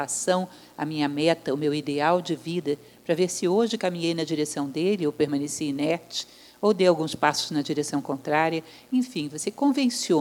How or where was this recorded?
live audience